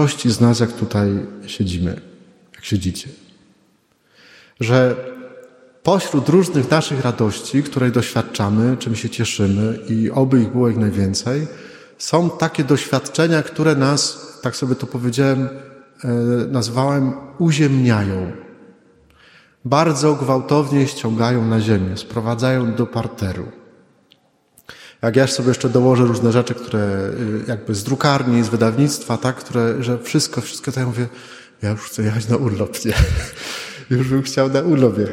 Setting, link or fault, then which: setting, large echoing room